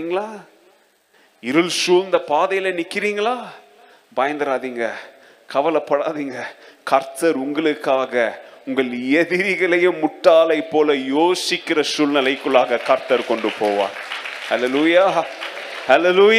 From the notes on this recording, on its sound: Second Service Sermon Live